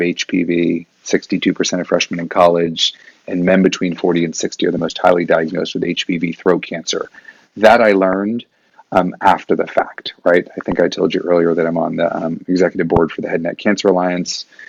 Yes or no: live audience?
no